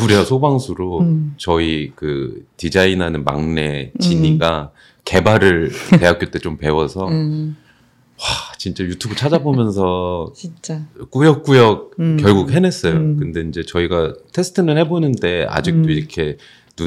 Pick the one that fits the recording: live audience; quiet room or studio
quiet room or studio